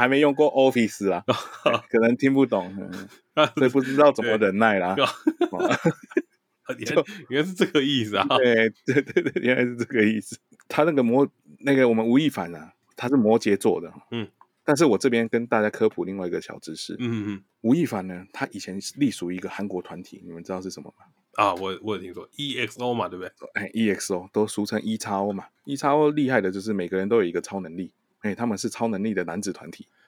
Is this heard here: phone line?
no